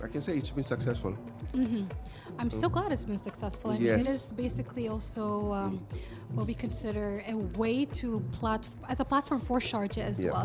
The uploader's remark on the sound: Live from SHD 2023. Sharjah Heritage Days.